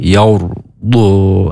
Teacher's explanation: Makhrajnya huruf du pinggir lidah terkena gigi geraham atas.